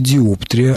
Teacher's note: разрешает ставить ударение и на втором слоге диоптрия, однако замечает, что этот вариант является устаревшим.